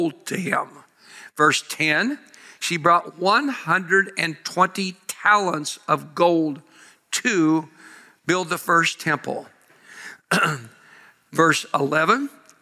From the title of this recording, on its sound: Live at Grace Woodlands Church